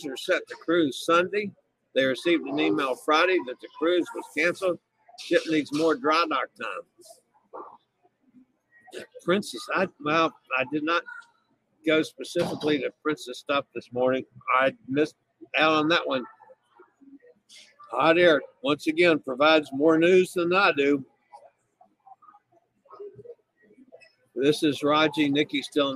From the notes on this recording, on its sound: LIVE on location aboard the Adventure of the Seas about halfway between Galveston and Costa Maya, Mexico.